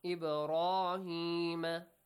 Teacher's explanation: Pronounce the letter ba with a qalqala, with an echoing sound.